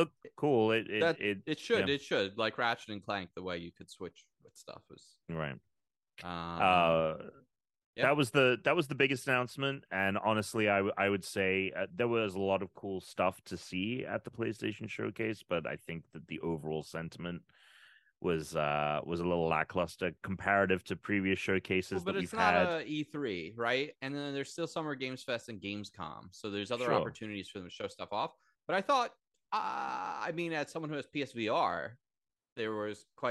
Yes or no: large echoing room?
no